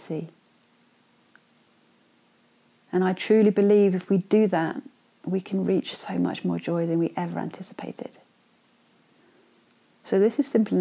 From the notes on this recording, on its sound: raw unfiltered and totally unedited 'brains dumps' recorded as simple voice notes on my phone